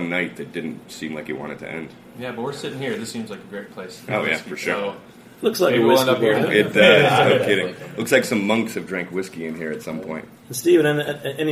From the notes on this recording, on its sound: On location at Jimmy’s 43 in the East Village for a special Cider Week edition of Beer Sessions Radio.